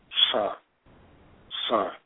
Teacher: And I recall our professor saying, it's like you're coughing up a thin whitefish bone out of the back of your throat, but you try to conceal it where you don't make it real raspy, just a slight scrape of the back of the throat.